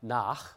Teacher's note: So in a word like nach, you would have a velar fricative there.